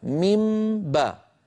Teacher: الأصل أن أقول ميم باء ميم باء فأطبق الشفتين مرتين، مرة للميم ومرة للباء. الآن أنا أطبق على ميم وأجافي عن باء ميم باء، إعمال الشفتين مرة واحدة في حرفين هذا يشبه الإدغام. · Term: ميما مخفاة، ميما مخفاة بغنة